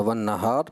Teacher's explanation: بس میں یہ عرض کرنا چاہوں گا کہ آخری کلمہ جو تھا ون نہار، نون مشدد چونکہ غنہ واجب بھی کہلاتا ہے، لہٰذا اس غنہ کی مقدار آپ نے پوری کرنا ہوتی ہے